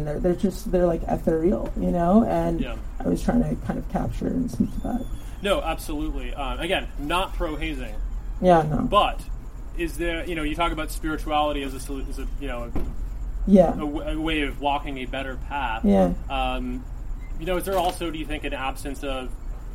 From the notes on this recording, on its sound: Recorded at Stories Bookstore in Echo Park